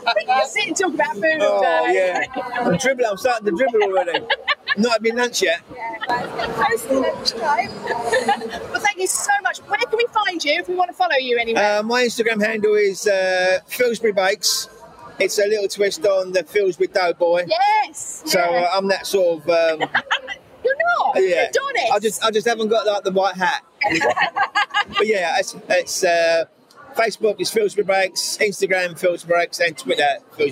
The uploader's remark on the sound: Podcast live from the Cake and Bake Show. It was a busy and noisy show, and they have done their best in the edit to muffle some of the background noise.